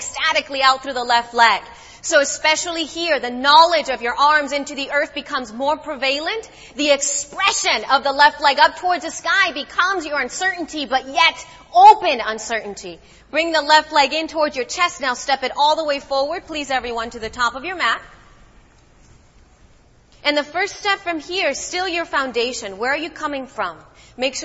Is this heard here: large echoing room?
yes